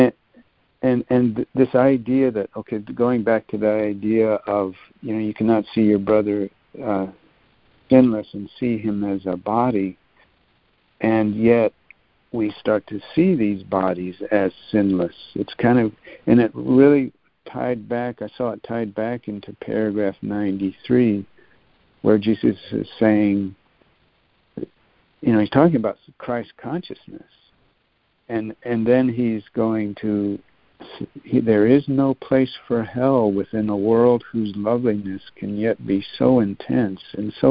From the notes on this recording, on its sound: ACIM Daily Conference Call